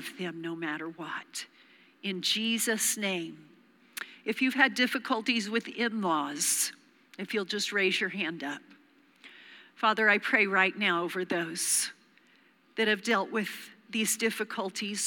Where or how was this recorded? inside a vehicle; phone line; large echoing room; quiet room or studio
large echoing room